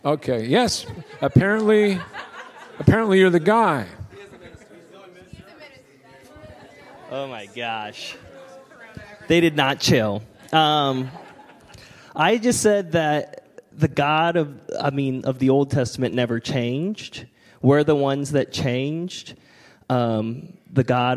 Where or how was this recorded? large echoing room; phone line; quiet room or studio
large echoing room